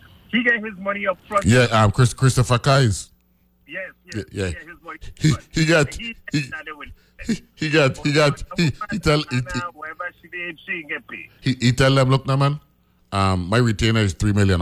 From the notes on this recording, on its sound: joined on the phone